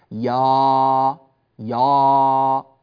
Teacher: يعني العربي لما يفتح مثلا كلمة يا أيها يقول يا يا، أما الفتح الكامل فيكون هكذا يا يا، ترون فمي كيف انفتح فتحا شديدا، وصوت الألف ليس صوتا صحيحا، إنما هو صوت ألف أعجمية